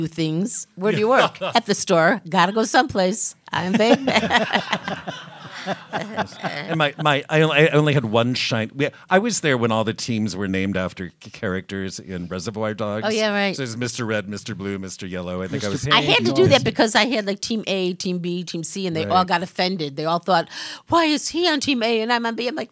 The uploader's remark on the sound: Before a live audience at Steppenwolf's 1700 Theatre as part of the 1st Annual Chicago Podcast Festival.